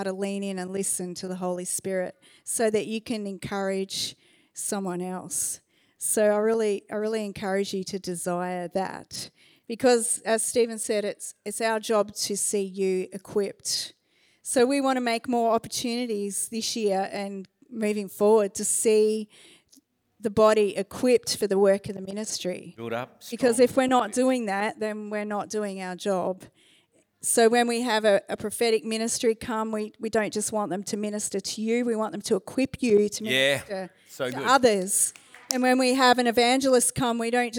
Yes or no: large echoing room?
yes